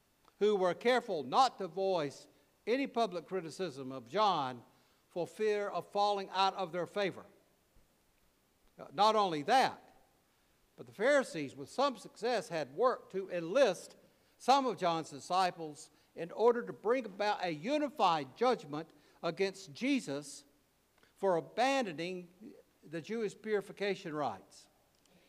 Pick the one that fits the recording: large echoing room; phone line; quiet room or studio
large echoing room